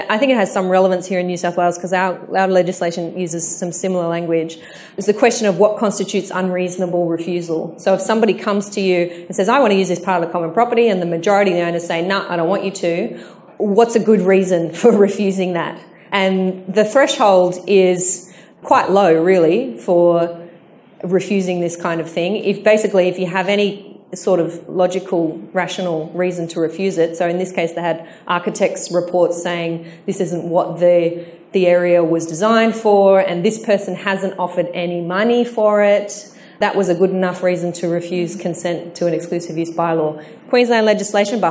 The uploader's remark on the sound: My live answers to the many questions I was asked by attendees after my 17 October presentation on the new NSW strata law.